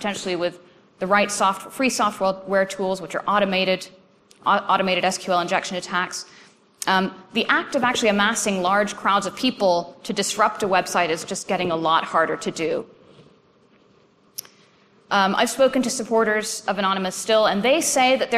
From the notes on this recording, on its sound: presentation from AusCERT's 2013 conference.